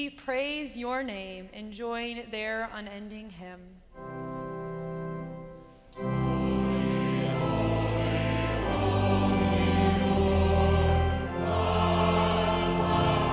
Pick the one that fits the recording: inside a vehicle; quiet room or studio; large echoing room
large echoing room